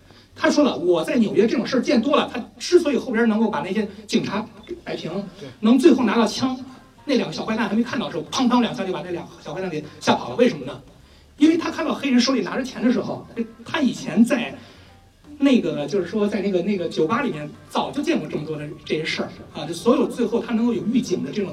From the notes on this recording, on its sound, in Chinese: 奇妙电台的线下组织——奇妙观影团，是一个组织影迷沉浸式的欣赏电影的组织。本期节目就是奇妙观影团的《绿皮书》观影活动的映后分享环节的录音。